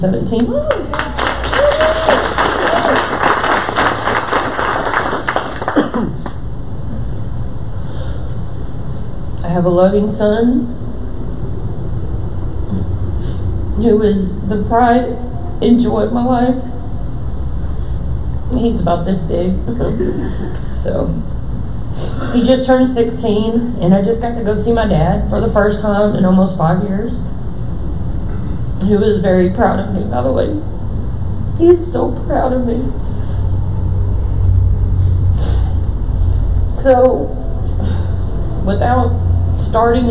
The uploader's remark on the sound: Recorded at a LGMA Luncheon at One Cause Church, everyone in attendance was encouraged to continue helping others.